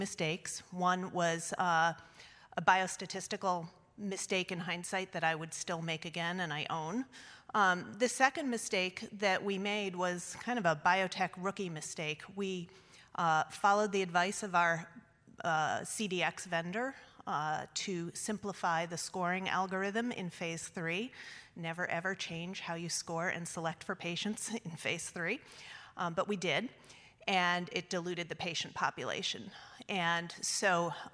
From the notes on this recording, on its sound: In this session, recorded at CMO Summit 2022, seasoned CMOs share their best practices.